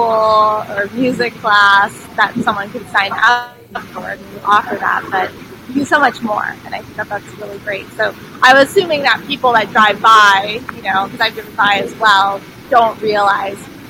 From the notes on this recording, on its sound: The audio had a little bit of interference near the end of the podcast